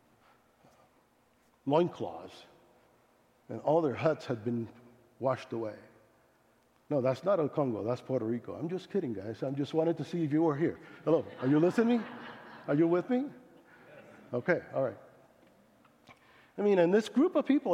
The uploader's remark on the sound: Speaking at South Sub Christian Church Littleton CO.